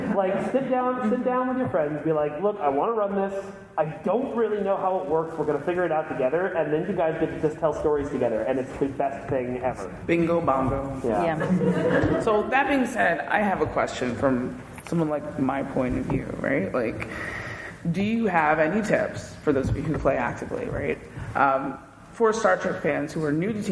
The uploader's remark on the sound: Recorded live at Mission Chicago.